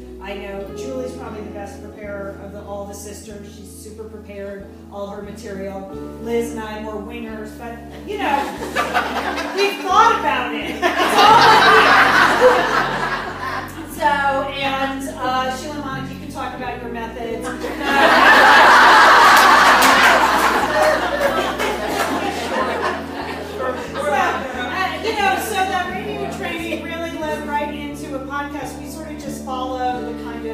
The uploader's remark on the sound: LIVE in Santa Monica 2017. This podcast is the live audio from the Satellite Sisters appearance at the Santa Monica Public Library. Take questions from the live audience.